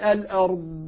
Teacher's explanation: لما أقول الأرض إذا لم أعطي الاستطالة لن تظهر الضاد معي · قال لأن الضاد أعسر الحروف نطقا ومخرجا وصفة. فأنا أحتاج إلى أن ألصق حافة اللسان مع الأضراس وأن أتمكن من هذه الصفات اللي موجودة فيه بآن واحد.